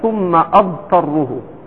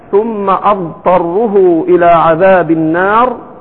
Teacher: هذه الضاد فيها الرخاوة واللين والاستطالة، ومخرجها يختلف عن الدال، وليست بدال مفخمة